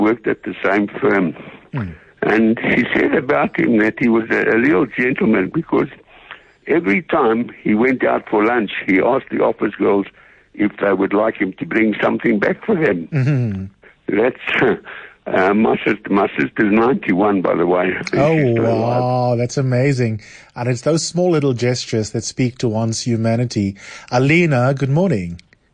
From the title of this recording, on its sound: Listeners call in to read